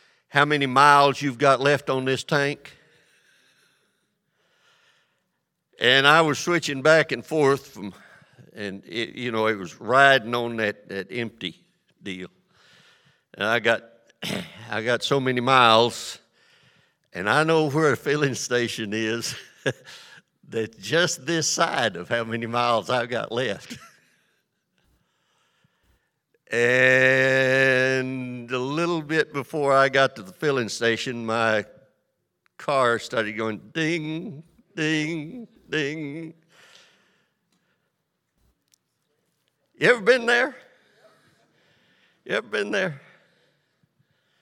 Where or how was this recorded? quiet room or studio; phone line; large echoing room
large echoing room